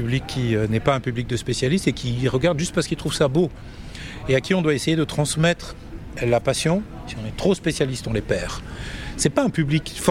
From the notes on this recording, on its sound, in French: En immersion au CHI de Genève. Nous sommes en direct du CHI de Genève dont nous sommes, pour la deuxième année consécutive, média partenaire !